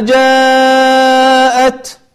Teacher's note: جاءت هذا يسمى مد متصل، لأن الألف الهمزة الألف اللي هو حرف المد أتى مع الهمزة في كلمة واحدة، فهذا يمد أربع حركات